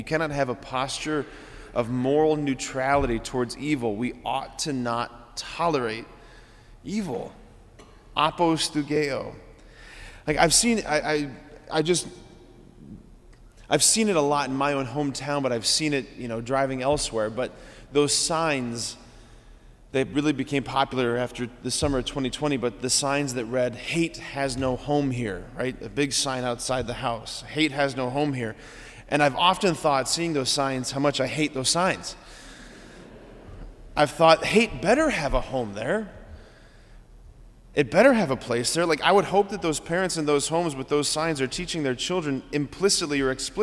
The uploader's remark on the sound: this homily on November 7, 2023 at Sacred Heart of Jesus Catholic Church in Wadsworth, OH.